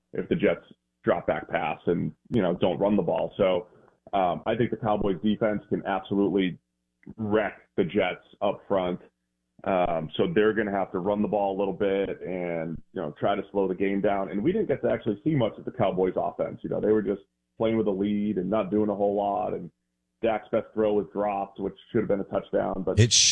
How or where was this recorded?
phone line